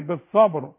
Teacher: الباء لازم تقلقل، ما هو شرط القلقلة عليها السكون